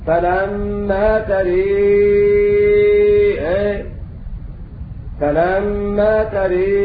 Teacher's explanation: بإمالة الهمزة أيضا مع تسهيلها ولكن خلق العاشر يقرأ هكذا في حال الوقف فلما تري بإمالتهما